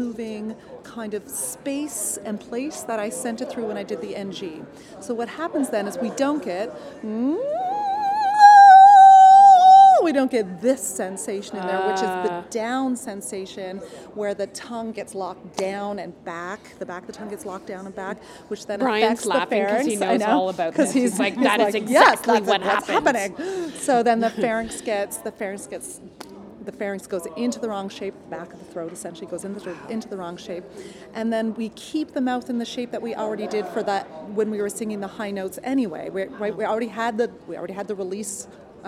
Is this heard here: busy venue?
yes